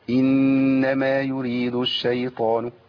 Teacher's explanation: ما زودش قوي في الغنة قوي